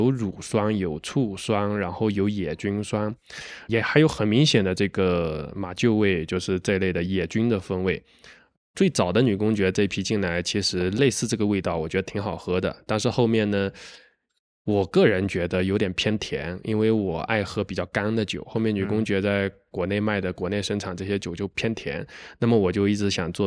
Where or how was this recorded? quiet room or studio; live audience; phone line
quiet room or studio